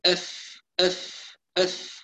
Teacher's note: لا نقول مف، لا مف مف، يبقى نضم في الميم ونرجع في الفاء ونحافظ على زمن الفاء على سكونها وعلى همسها